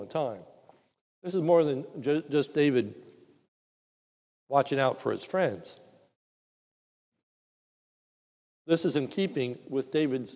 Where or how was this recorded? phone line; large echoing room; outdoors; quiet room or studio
large echoing room